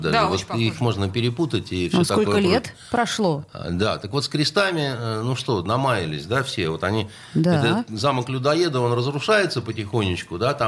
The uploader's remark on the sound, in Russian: По телефону.